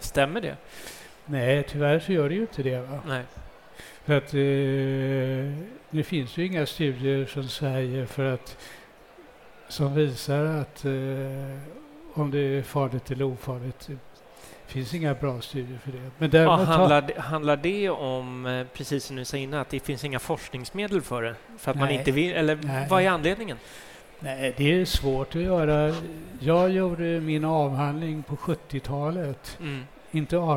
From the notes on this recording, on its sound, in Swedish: Live från Tandläkarmässan. Live från scenen på Swedish Dental Expo.